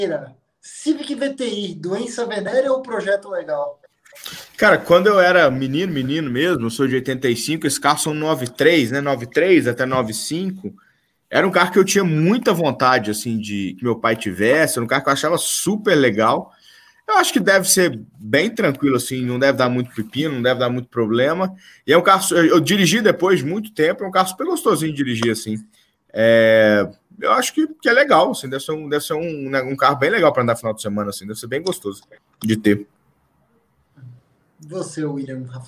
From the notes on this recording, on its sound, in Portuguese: Gravada ao vivo via youtube